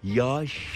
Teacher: yumuşak G'yi söylemek yerine kendisinden önceki A sesini bir ölçü uzatarak